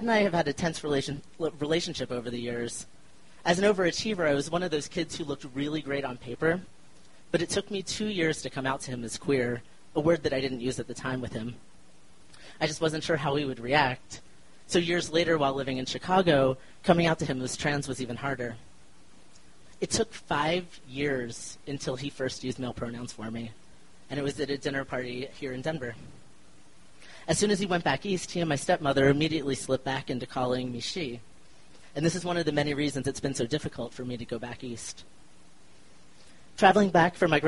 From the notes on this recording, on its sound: At the beautiful Deer Pile in Denver, Colorado in the U S of A.